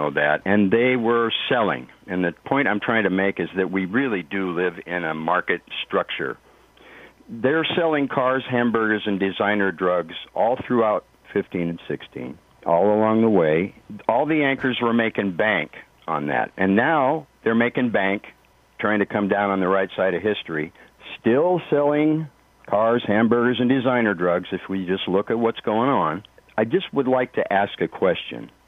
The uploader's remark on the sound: Listeners call in with their thoughts on impeachment.